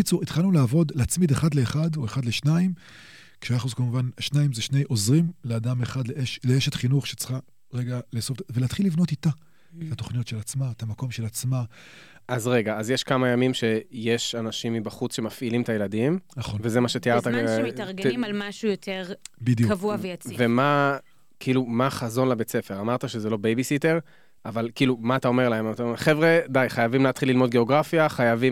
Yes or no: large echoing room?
no